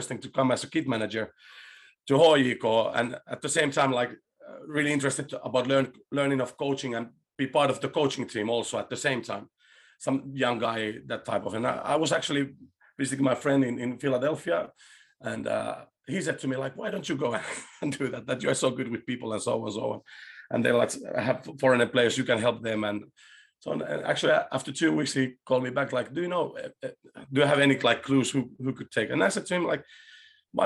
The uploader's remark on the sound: we decided to broadcast it as a Facebook Live video